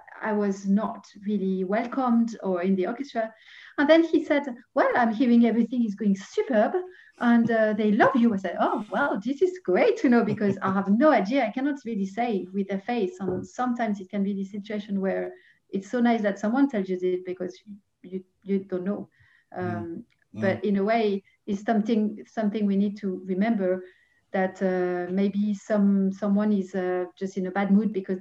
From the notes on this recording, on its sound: This interview was recorded on 22nd December 2020 via Zoom.